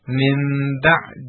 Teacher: اقلاب، اقلاب یعنی دگرگون کردن و در تجوید عبارت است از تبدیل نون ساکن یا تنوین به میم ساکن، و این حالت فقط نزد حرف با پیش می آید. میم ساکن ایجاد شده نیز در حرف با اخفا می شود.